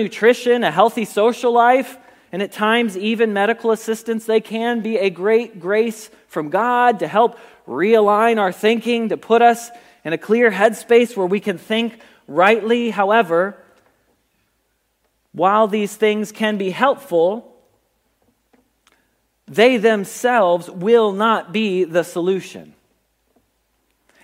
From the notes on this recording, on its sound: Message Preached at Valley Creek Church